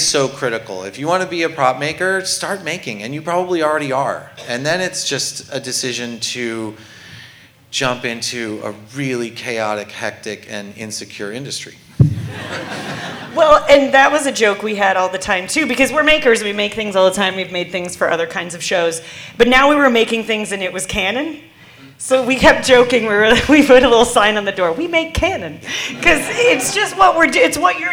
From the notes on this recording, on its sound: Recorded Live from LA Comic Con 2023. Recorded LIVE from the LA Convention Center at LA Comic Con 2023.